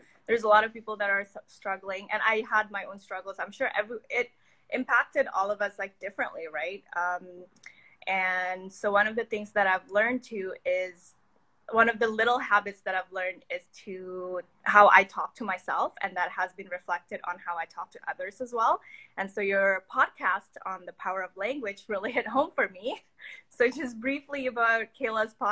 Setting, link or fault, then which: link, video call